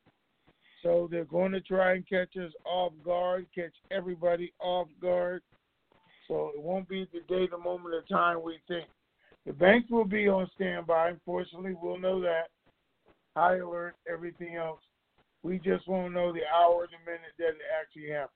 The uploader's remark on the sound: Conference Call